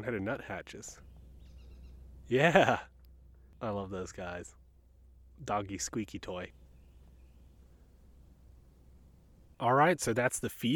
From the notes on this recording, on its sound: joined by the bird of First Landing State Park in Virginia Beach, Virginia who chime